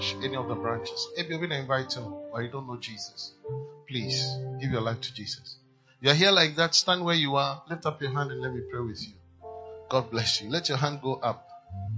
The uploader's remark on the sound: PREACHED ON SUNDAY 5TH MARCH, 2023 DURING INTERNATIONAL AND MISSIONS SUNDAY SERVICE AT CAPTAIN OF SALVATION CATHEDRAL